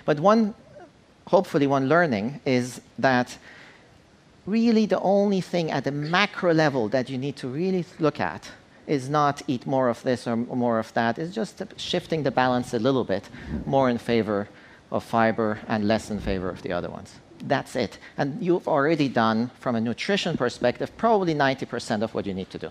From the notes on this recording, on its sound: On stage at #BoFVOICES